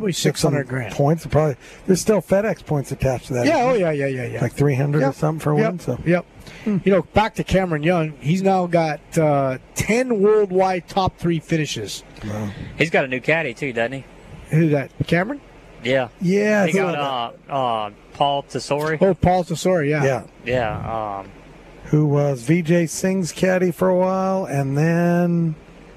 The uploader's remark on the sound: LIVE From Terry Thompson Chevrolet!